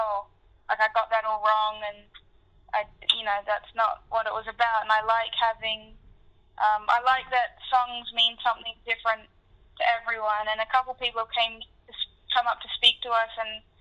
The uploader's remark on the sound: Recorded over the phone